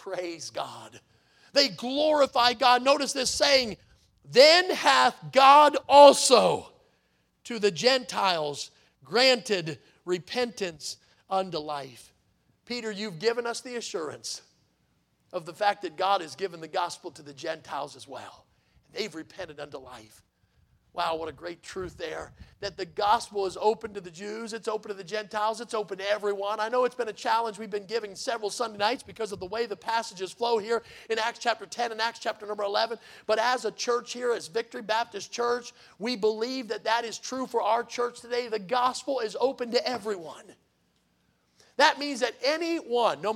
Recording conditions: large echoing room